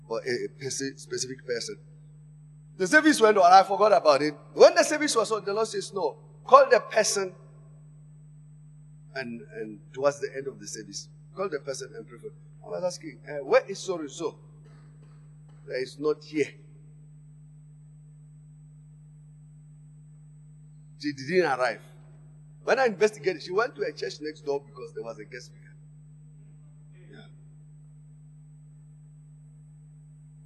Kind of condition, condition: setting, large echoing room